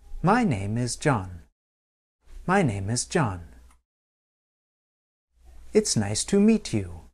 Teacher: In each of these statements, my intonation fell toward the end of the sentence. · Term: falling intonation